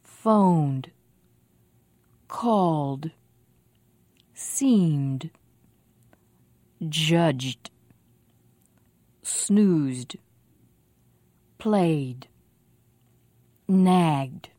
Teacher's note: when we add the ed ending, we say the ending with voice also, so it sounds like d.